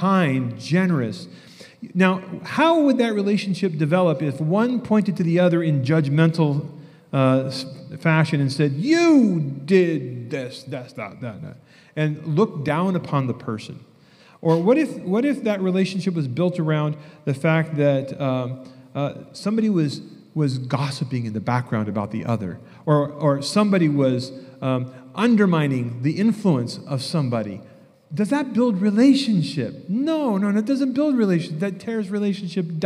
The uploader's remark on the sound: message from our recent Right Arm Revival Conference